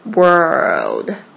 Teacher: 这个呢是卷舌音加上这个 L 的这个翘舌音